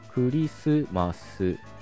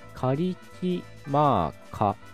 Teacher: もともとその S の音っていうかね、スっていう音がくっていう音に変わってますよね。なんでこれこんなことになってるかというとですね、ハワイ語には S の音がないんです